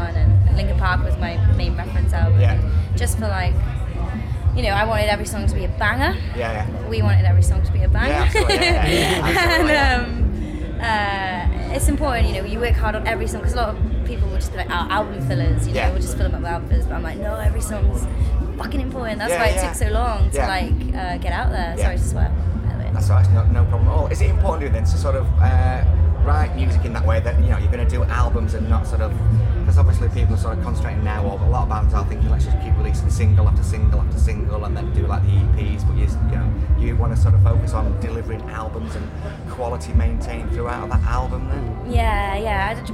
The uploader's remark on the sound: At Leeds Festival 2019 before their set on the 'Lock Up' stage.